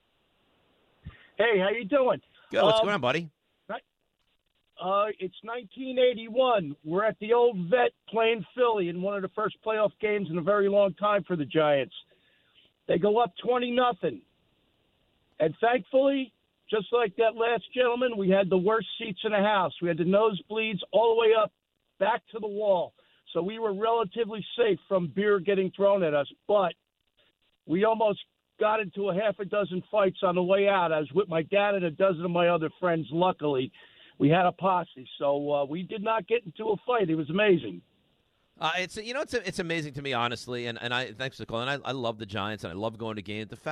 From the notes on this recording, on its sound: a TON of your calls